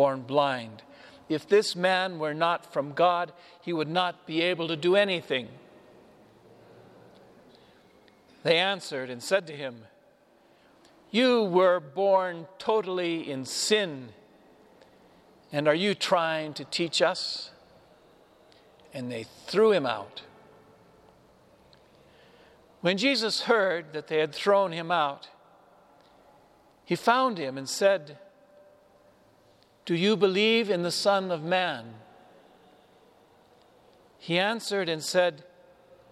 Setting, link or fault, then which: setting, large echoing room